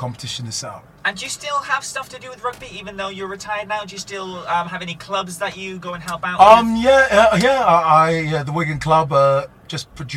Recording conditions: busy venue